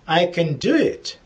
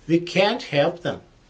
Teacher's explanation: в утвердительной фразе слово can произносится безударно, а в отрицательной фразе can't выделяется ударением